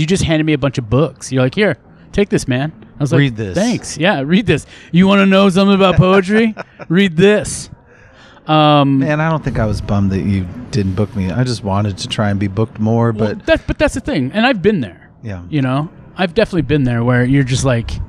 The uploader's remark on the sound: I think she knows when I am recording and is determined to interrupt. Recorded outside of Specs' Twelve Adler Museum Cafe in San Francisco.